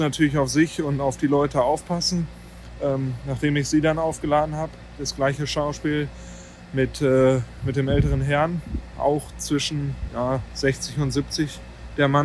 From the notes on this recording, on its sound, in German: In Erftstadt, Ortsteil Blessem, wo die Reste der Burg neben der Kiesgrube standhaft geblieben sind. Während seiner Reportage-Reise durchs Ahrtal und entlang der Erft aufgenommen hat.